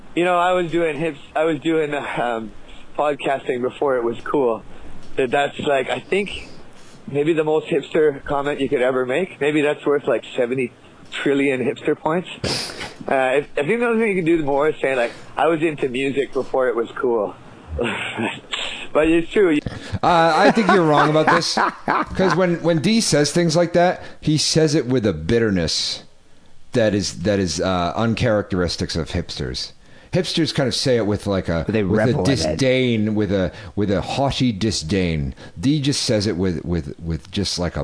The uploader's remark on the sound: Phone calls.